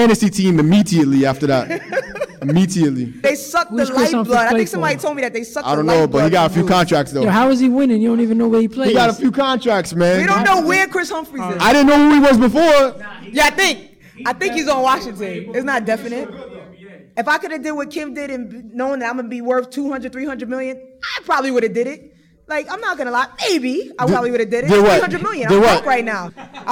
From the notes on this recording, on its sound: Live Show at BXLIVE. Recorded at bxlive.